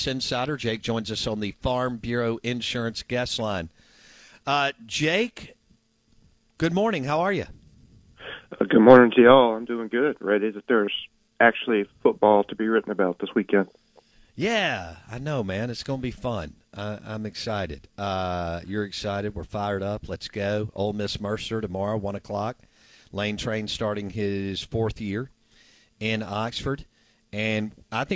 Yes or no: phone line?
yes